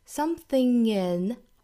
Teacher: 后鼻音加元音连读